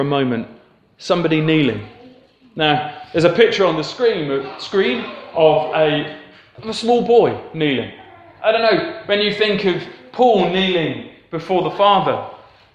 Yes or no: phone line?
no